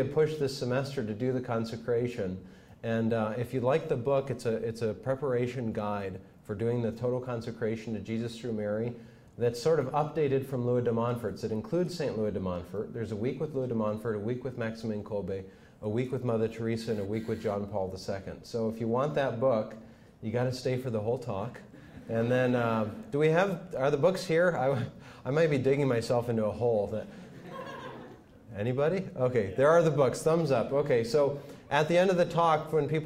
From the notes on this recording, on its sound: speaks to Franciscan University students